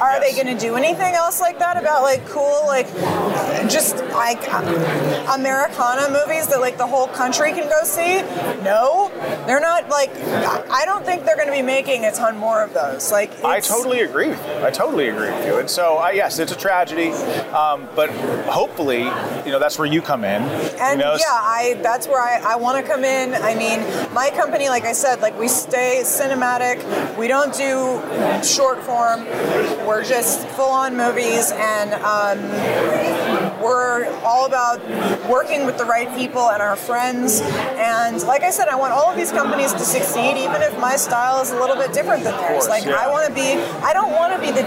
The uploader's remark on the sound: Battleground LIVE from CPAC